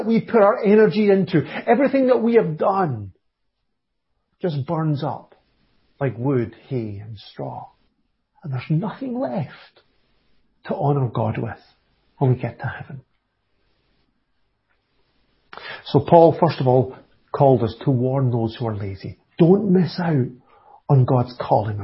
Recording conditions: large echoing room